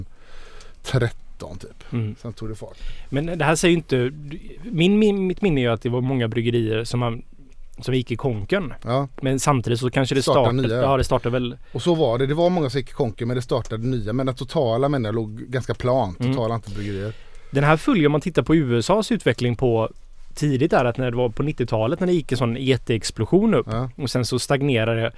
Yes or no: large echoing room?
no